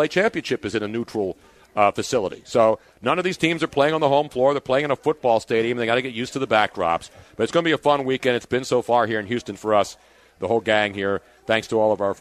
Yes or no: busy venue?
yes